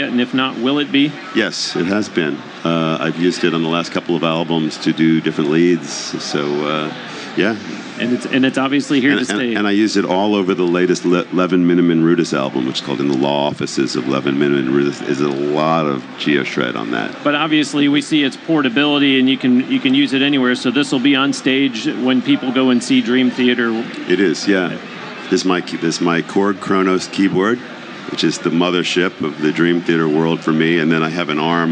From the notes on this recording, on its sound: during the Winter 2017 NAMM show in California